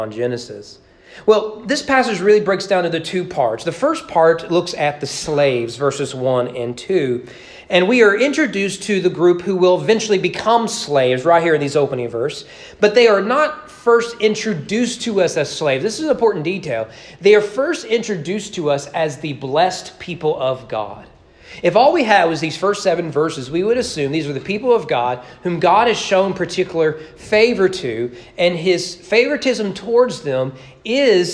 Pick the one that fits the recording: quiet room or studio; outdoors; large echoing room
large echoing room